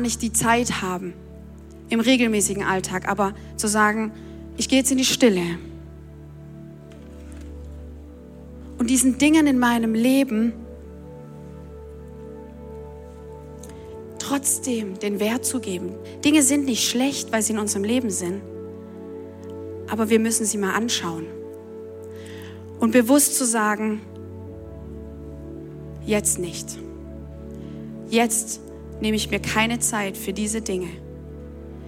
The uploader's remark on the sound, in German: Audiomitschnitt der Predigt